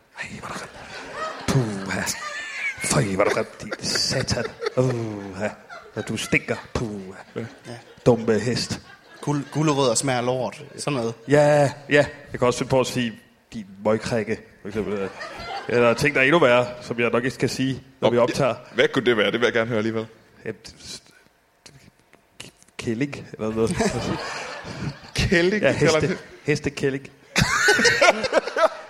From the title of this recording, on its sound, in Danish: LIVE fra Skråen i Aalborg